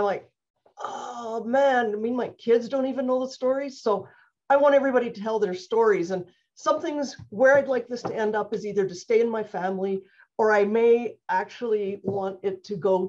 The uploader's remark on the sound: This short story was clipped from my live virtual Show & Tale